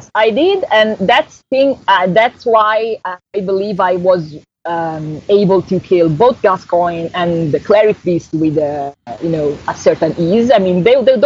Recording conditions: poor sound quality